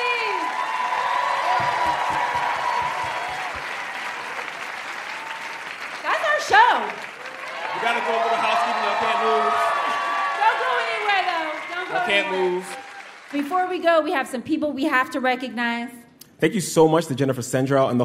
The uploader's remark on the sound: Live From The Apollo. At Harlem's World Famous Apollo Theater in New York City.